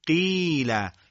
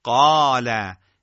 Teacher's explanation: در حالت کسر یا یاء مدی قاف شما میبینید که تفخیم ناشی از استعلا کمتر از حالت الف مدی یا فتحه هستش